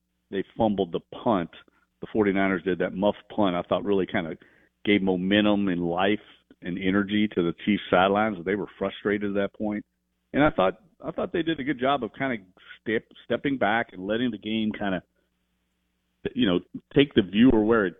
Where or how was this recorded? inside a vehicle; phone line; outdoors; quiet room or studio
phone line